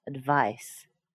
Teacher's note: Advice is also a noun. Vice, the second syllable, is where you hear the stress.